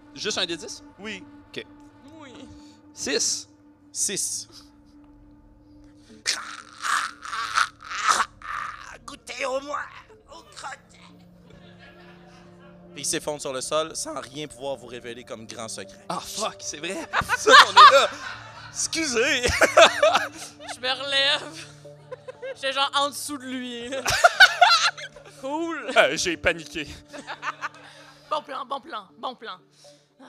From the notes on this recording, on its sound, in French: Live au Minifest. Le son est celui capté sur place, sans modification.